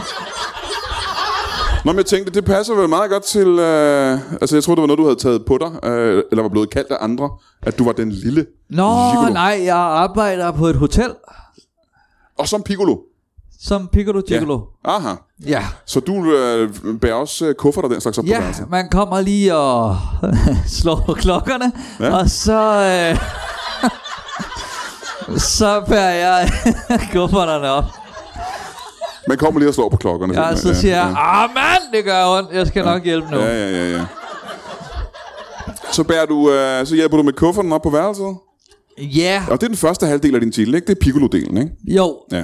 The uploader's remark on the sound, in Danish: LIVE fra Holbæk